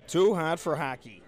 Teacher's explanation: The vowel is articulated in a way such that the tongue is pushed a bit farther forward in the mouth than it is for a lot of other speakers. · Term: fronted